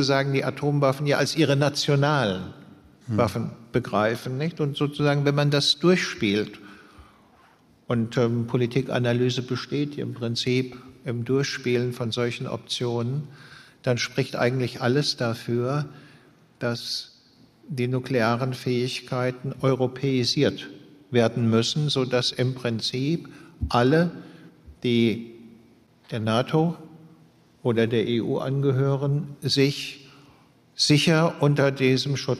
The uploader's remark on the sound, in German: Diesmal live und auf der Bühne im Rahmen des politischen Literaturfestivals der ZEIT "Frohes Festival" im Heimathafen Neukölln in Berlin.